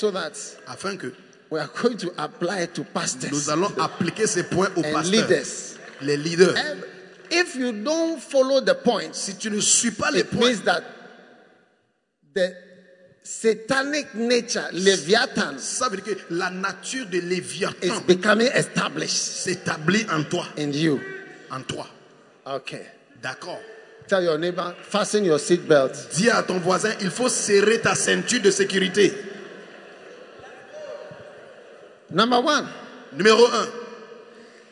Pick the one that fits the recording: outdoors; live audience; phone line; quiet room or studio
live audience